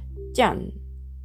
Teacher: 上の歯の裏側に当たる音になります